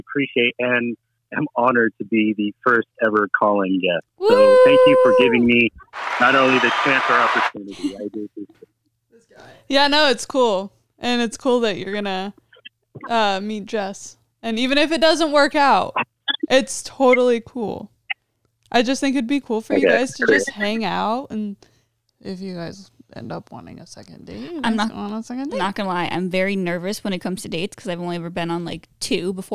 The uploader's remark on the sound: Todays Episode featured our first ever call in guest